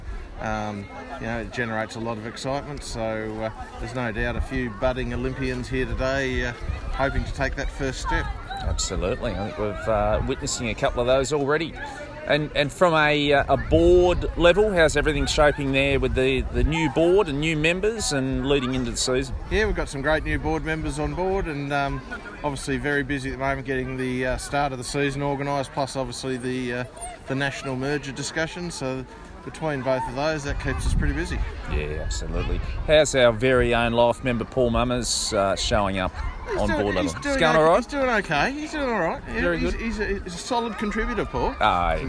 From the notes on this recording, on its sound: we head to the first come & try day of the season at the Domain Athletics Centre to soak up the sounds